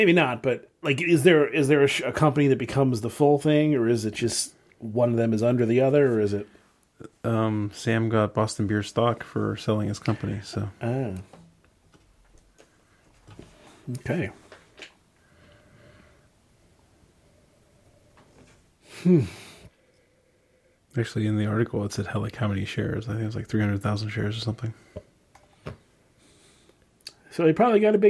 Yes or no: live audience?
no